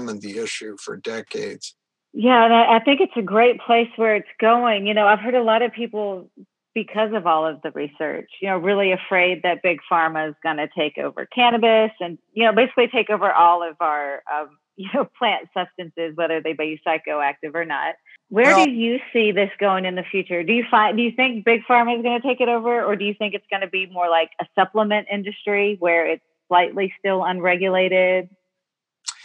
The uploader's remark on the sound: a phone interview